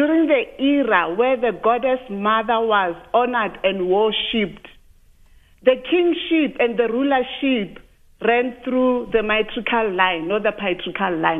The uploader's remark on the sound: Guest (phone)